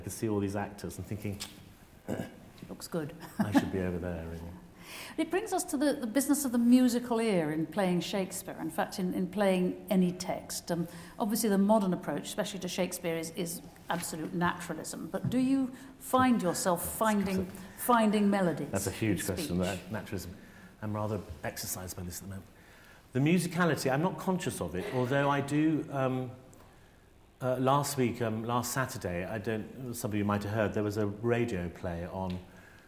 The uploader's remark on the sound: Cameron Mackintosh Professorship at St Catherine's College. Delivers his inaugural lecture.